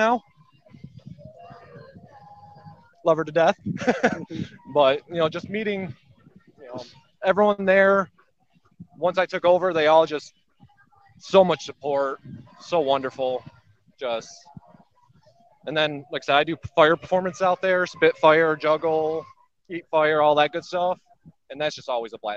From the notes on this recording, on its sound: SCR Live: DarkSyde Acres Haunted House at Michigan Metal Fest. SCR was invited to do press coverage from Michigan Metal Fest.